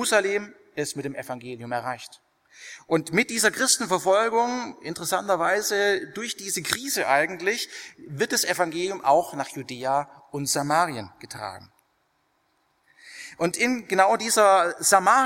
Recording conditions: large echoing room